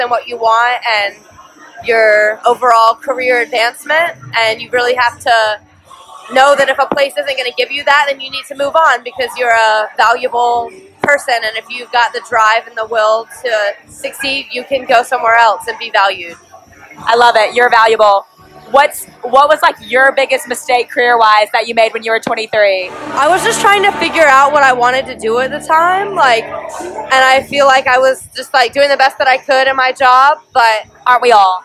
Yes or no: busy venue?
yes